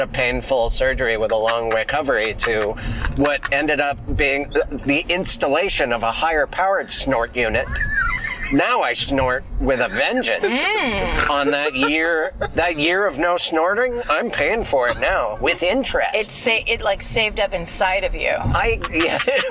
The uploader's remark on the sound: In the Car